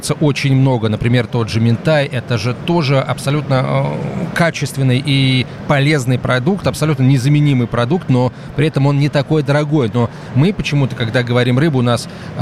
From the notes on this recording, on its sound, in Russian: III Международный рыбопромышленный форум открылся в Петербурге. Из открытой студии Радио «Комсомольская правда», работающей на форуме.